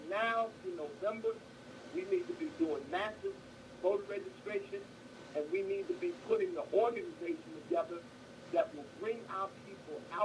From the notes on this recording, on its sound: The Open Line Radio Show. We have on the phone.